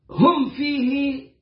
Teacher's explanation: ميم بعدها الفاء إظهار شفوي مؤكد